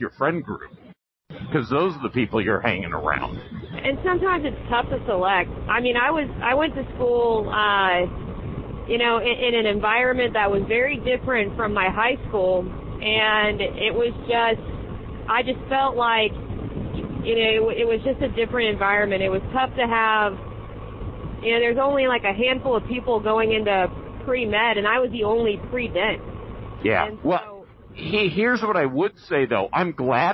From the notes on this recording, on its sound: Go on a motorbike journey (literally). Excuse the audio, it is on bikes. They often have interesting convo's whilst on the bikes.